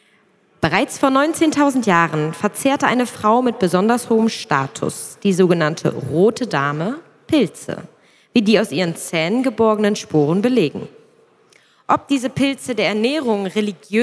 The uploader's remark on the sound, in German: Live gelesen bei der Bitcoin Zitadelle 2022